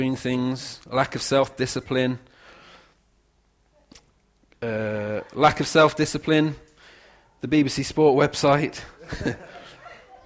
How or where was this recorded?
large echoing room